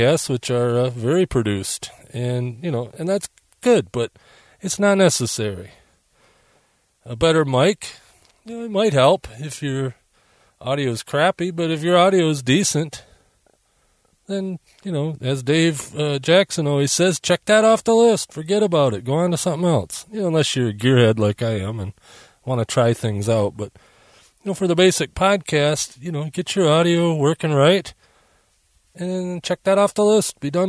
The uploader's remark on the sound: As we called it “back in the day”, live to the hard drive. In fact, I’m recording from my mobile studio (my van) using the mobile setup.